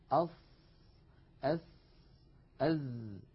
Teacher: المنطقة الزرقاء اللون من اللسان الغامقة تمثل المنطقة التي يقرع فيها رأس اللسان ومنتهى طرفه، منطقة الأسنان السفلى، ولا شك أن للأسنان العليا مشاركة في إخراج الصوت بدون تلامس، بدون تلامس. يعني لا يلامس اللسان الأسنان العليا. · Term: أحرف الصفير